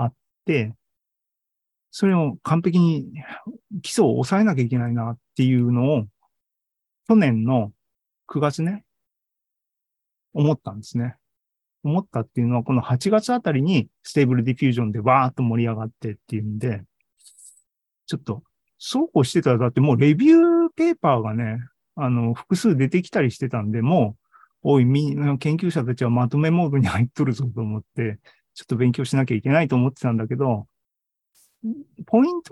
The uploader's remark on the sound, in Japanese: ２０２３年２月２２日に開催した ZOOMライブの模様です。